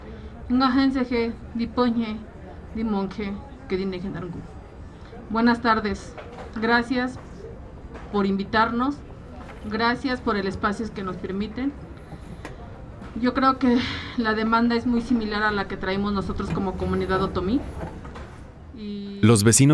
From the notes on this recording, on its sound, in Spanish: fueron grabadas el 29 de Octubre de 2020 a las afueras del Café Trevi